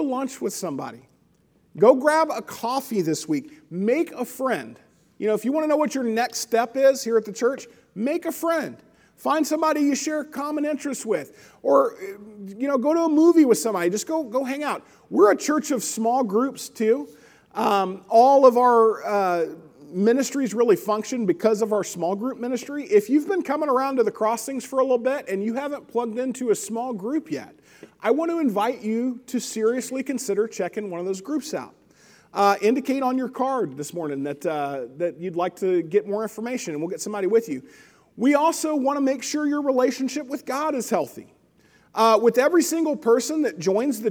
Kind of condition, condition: setting, large echoing room